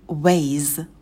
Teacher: Ways в конце звонкий звук з, не оглушайте его.